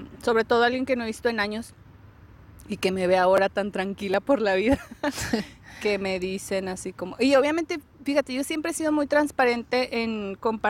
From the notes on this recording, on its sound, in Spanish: En este capítulo grabamos al aire libre en medio de una vibra super positiva, después de una práctica de yoga y un baño de gong.